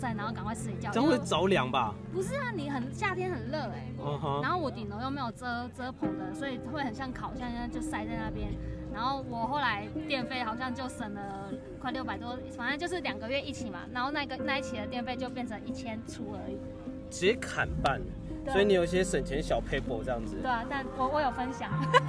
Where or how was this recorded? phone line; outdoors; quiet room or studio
outdoors